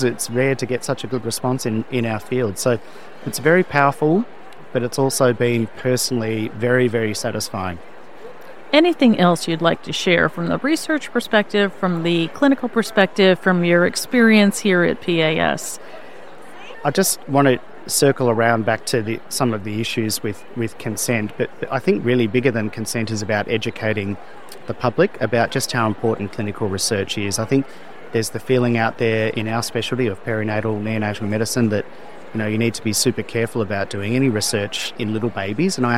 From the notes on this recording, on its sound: interview recorded at the Pediatric Academic Societies (PAS) meeting in Washington, DC, in May 2023